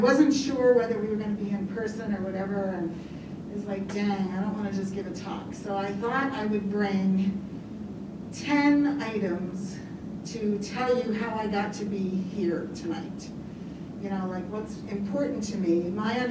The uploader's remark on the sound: Agape Latte is recorded in front of a live studio audience and archived in audio format.